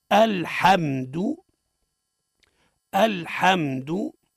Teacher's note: إذن الهمزة مرققة واللام مرقق والحاء مرقق والميم مرقق والدال مرقق